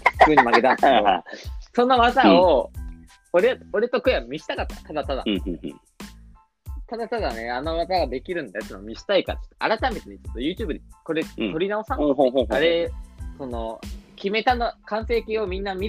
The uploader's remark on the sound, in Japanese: リモート収録。